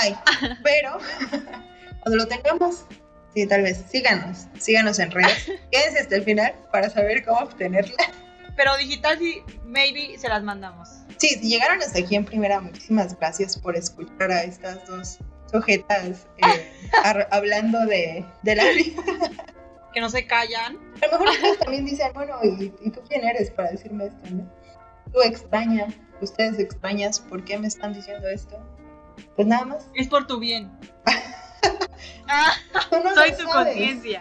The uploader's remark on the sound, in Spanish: Entre fallas de audio, problemas técnicos y crisis existenciales nos animamos a subir nuestro primer episodio.